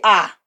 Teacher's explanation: A is not uh, eh, it's only ah. It will not change.